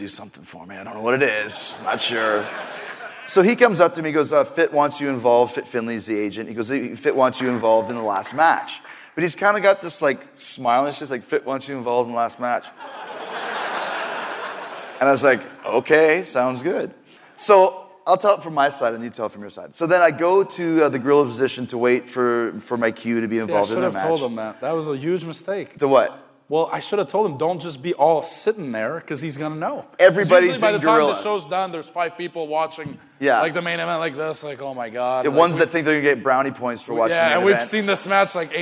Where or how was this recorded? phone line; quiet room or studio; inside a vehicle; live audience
live audience